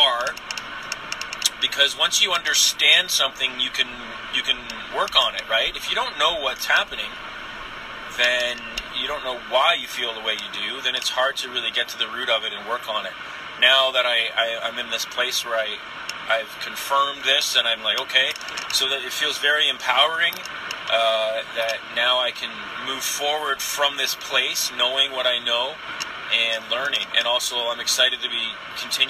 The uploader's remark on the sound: Some thoughts I recorded while driving